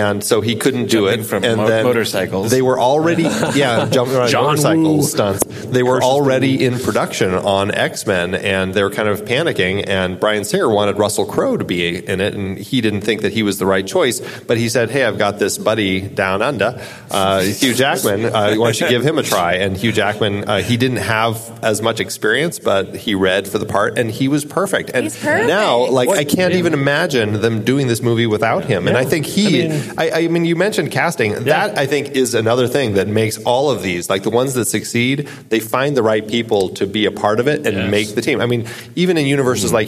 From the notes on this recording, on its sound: you are right in the middle of the recording session at Phoenix Fan Fusion 2019!